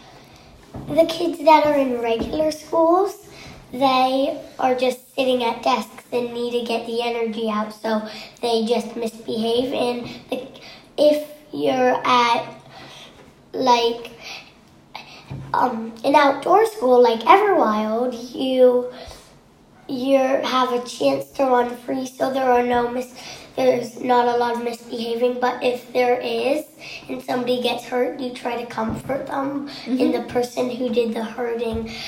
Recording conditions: sounds in the background